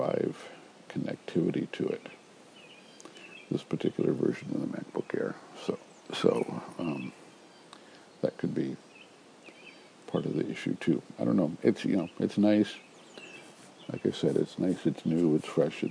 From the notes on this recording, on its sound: Recorded early this morning while sitting outside on our deck.